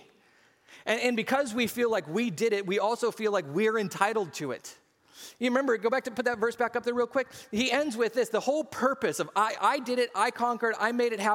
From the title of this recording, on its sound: SCG Church Service